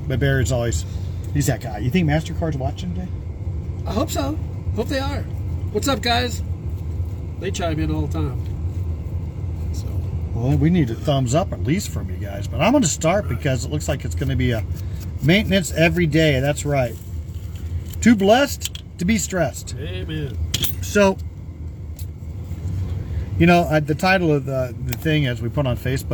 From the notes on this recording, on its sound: Brown Bag In The Van.